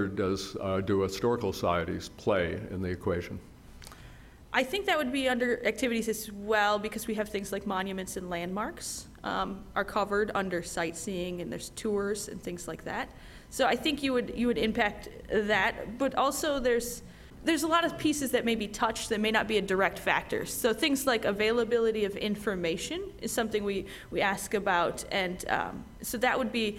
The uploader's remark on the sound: moderated a panel at the Columbus Metropolitan Club